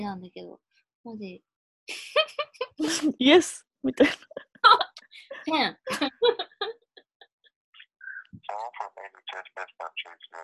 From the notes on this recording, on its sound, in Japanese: Zoomで。